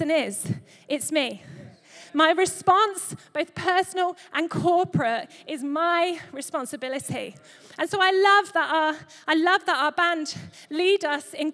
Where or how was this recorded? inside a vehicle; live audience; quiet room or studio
live audience